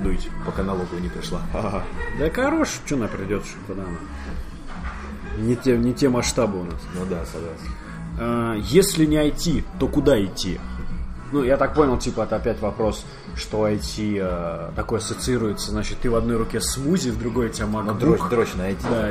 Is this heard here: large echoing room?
no